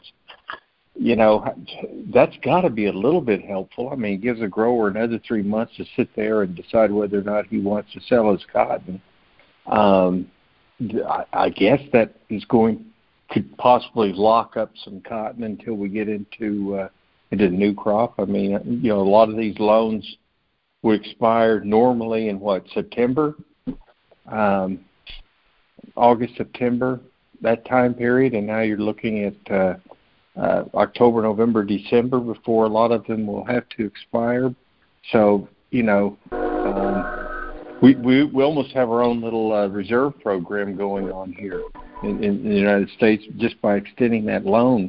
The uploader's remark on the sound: Monthly Conference Call